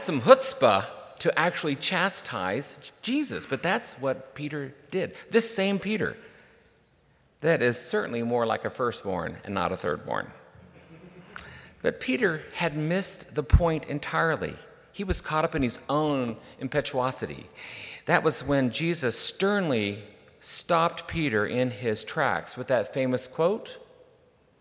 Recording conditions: large echoing room